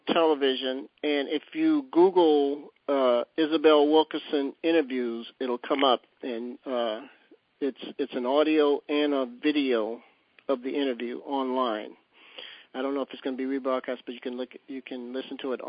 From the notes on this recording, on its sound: On Thursday February 24th we held our 2nd national teleconference. On this call we listened to a pre-recorded interview.